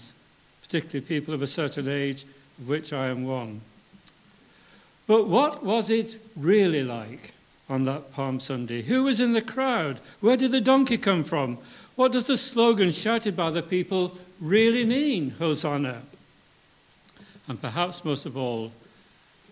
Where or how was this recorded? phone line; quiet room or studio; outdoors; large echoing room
large echoing room